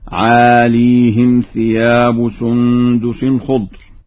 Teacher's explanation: قرأ ورش لفظ عاليهم بإسكان الياء، ويلزم من هذا الإسكان كسر الهاء